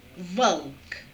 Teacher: Alveolar lateral approximants become velarized before all consonants, all vowels except E and E, and in word final position.